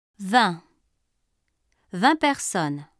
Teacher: The final consonant of 20 is silent when it stands alone or before a noun beginning with a consonant.